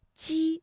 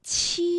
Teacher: 比如说大家读鸡的时候，这个气流呢和读七的时候呢感觉到明显的不一样，因为读七的时候会觉得要用力喷一口气